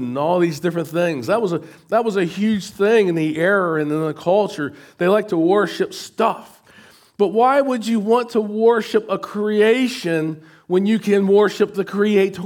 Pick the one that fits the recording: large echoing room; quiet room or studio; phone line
large echoing room